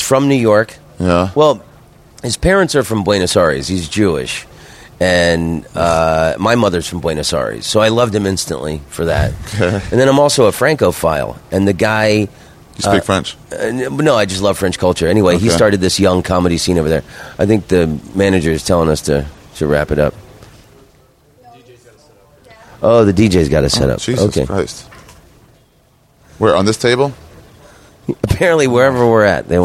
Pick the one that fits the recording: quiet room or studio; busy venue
busy venue